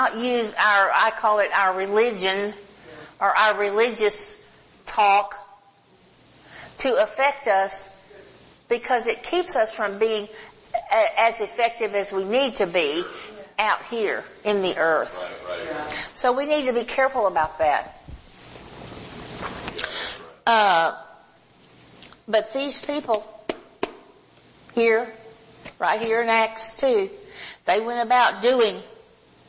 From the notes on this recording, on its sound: Recorded Live in Holiday, FL. HOLY SPIRIT CONFERENCE 2021.